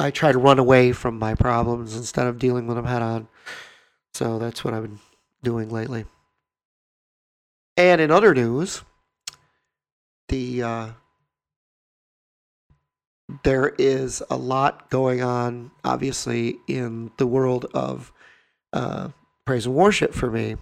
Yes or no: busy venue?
no